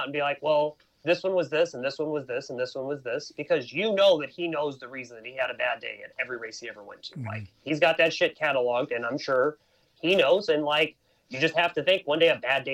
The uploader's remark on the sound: called in on today's show